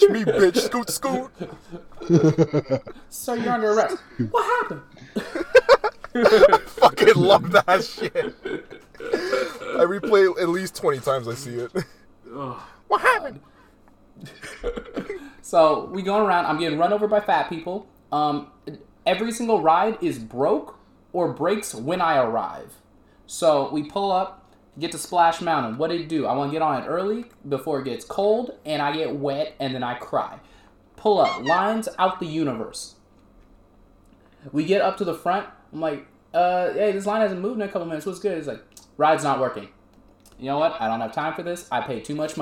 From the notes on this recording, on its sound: We are aware there is an echo with the audio.